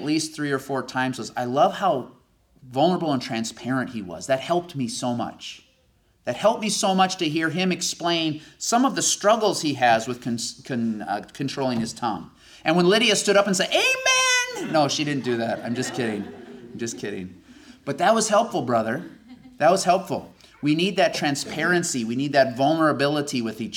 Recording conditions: live audience